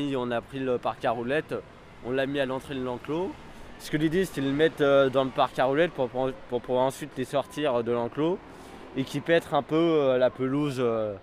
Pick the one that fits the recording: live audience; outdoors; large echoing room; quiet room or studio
outdoors